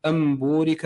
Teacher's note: القلب، وهو إبدال النون الساكنة والتنوين ميما بغنة مع الإخفاء